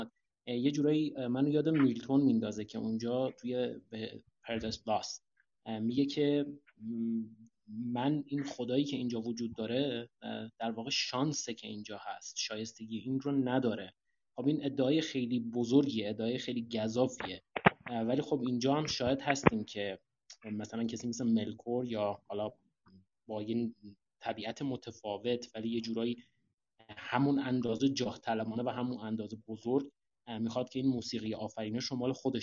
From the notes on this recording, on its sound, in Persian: این فایل محتوی جلسه آنلاین صوتی ضبط شده همراهان وبگاه آردا برای گفتوگو و تبادل نظر